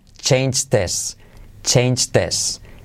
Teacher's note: Fijaos cómo salto la H de his en la transcripción. Hago la I como E.